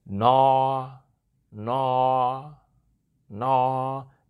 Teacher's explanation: It doesn't go up or down or any other way, just flat